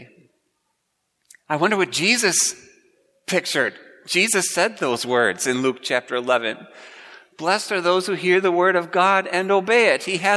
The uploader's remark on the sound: Preached at Grace Ev. Lutheran Church.